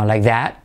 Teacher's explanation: La T última casi no se pronuncia.